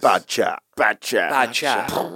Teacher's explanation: Two exaggerated words next to each other, two single syllable words, and the stress is on both of them · Term: spondee